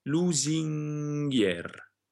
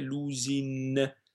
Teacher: In both cases, the N is followed by another consonant, creating a new consonant, because we want to say the N and the G in the same position. So the N will be pronounced where the G is, and not in the front where it usually is · Shown in: first take